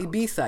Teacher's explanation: And it's not a hard th, it's a softer th. So technically, it's a soft, unvoiced TH sound